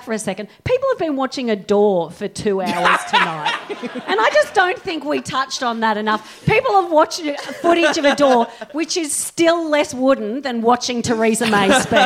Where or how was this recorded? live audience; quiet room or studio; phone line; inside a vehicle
live audience